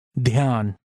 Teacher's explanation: Pronounce only half of the first letter, the breathy D, and hold the second letter Y longer.